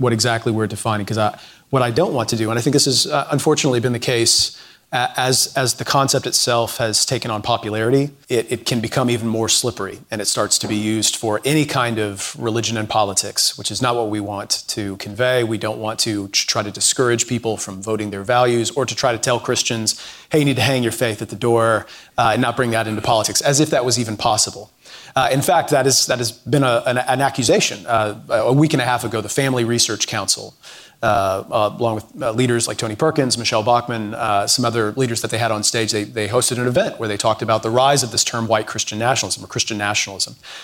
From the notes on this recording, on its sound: This episode features an live event sponsored by Georgetown’s Center on Faith and Justice